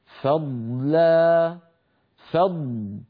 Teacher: فعلينا أن نخلص صوت الضاد من صوت اللام